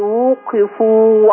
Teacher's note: بيني ضمة الواو وبيني كسر القاف في وقفوا